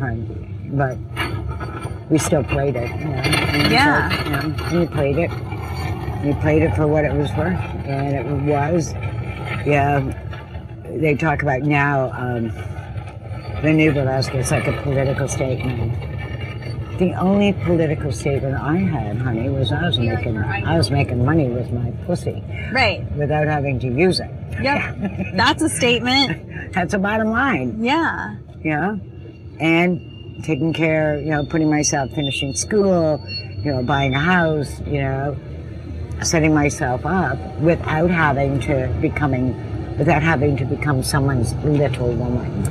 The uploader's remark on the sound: We are actually sitting outside and it sounds like we are sitting outside.